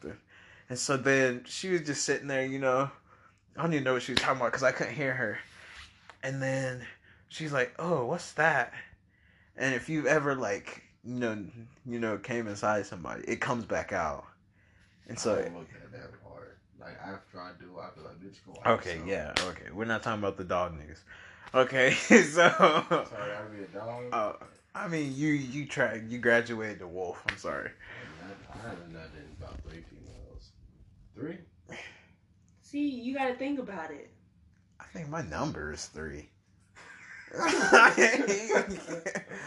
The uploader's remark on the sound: Sorry for any audio errors working on the kinks.